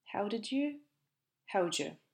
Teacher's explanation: when we have a d and y next to each other, they transform into a new sound, j.